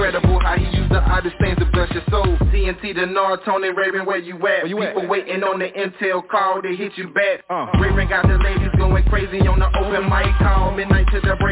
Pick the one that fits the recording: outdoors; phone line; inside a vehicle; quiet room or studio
phone line